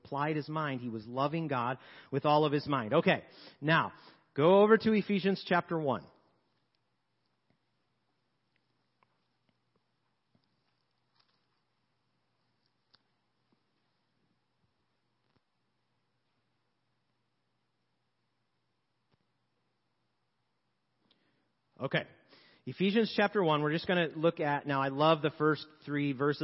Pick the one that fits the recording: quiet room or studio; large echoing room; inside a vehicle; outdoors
large echoing room